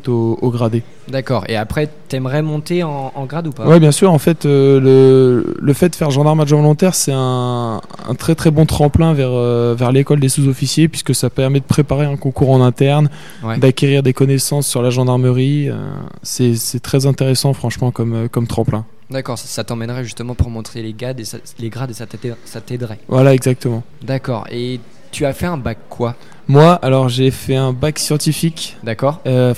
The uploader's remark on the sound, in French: Interview réalisée en direct samedi 2 février 2019, lors du Forum de l'orientation du LRB.